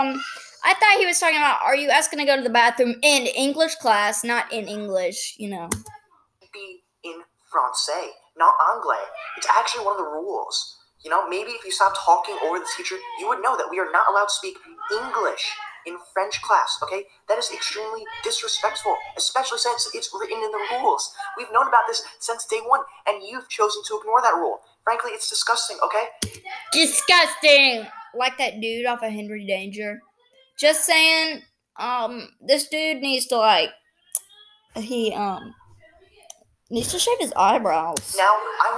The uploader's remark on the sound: I'm sorry about the people in the background